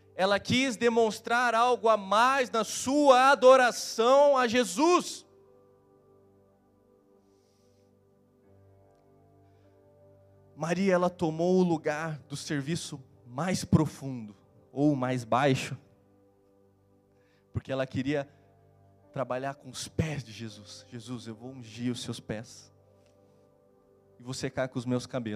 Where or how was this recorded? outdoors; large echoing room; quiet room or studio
large echoing room